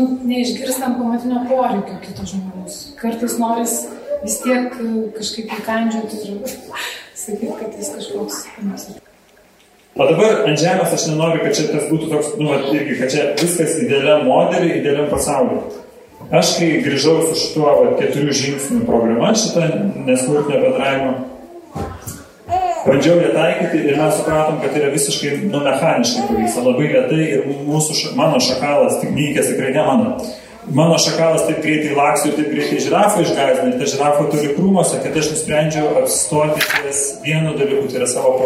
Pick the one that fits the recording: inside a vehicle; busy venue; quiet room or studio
busy venue